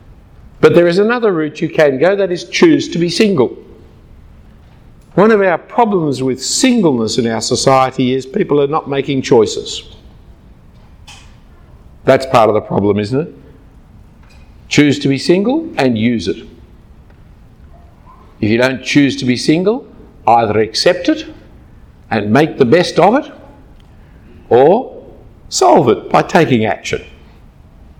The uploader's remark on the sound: given at a conference on Relationships 2014 at Adam Road Church in Singapore